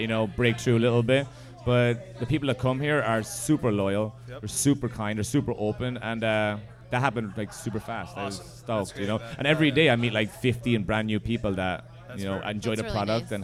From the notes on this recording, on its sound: Recorded live at The Local!